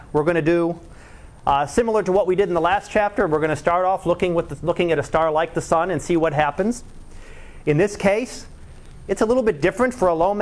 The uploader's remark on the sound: Live Class Lecture